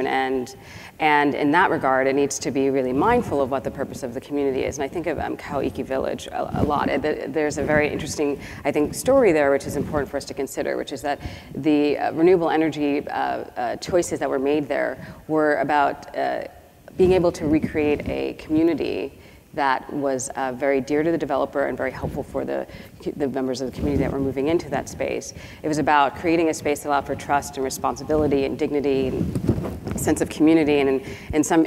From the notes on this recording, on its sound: The best of live interviews from GreenBiz events.